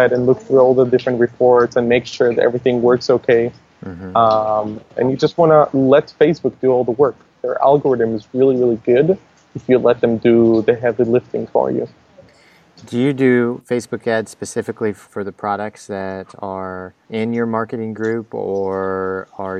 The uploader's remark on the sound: Calling in from an island in Thailand. There are some spots where the connection is weak and a bit of background noise.